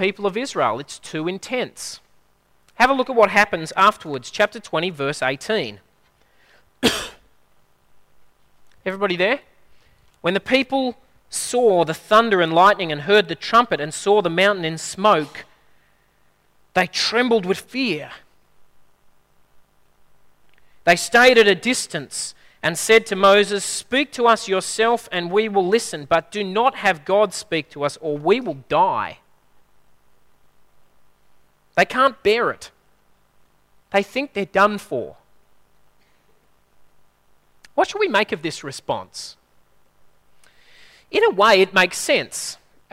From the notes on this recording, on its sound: At a Church in the Graveyard service